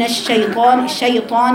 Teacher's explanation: الاتيان بالقلقله في الياء من كلمه الشيطان